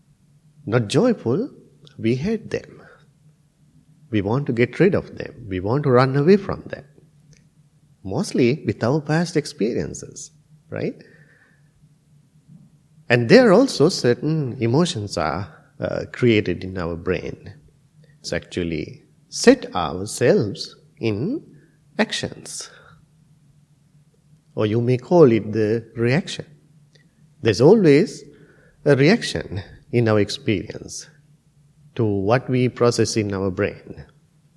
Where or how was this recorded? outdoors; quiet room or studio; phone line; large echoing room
large echoing room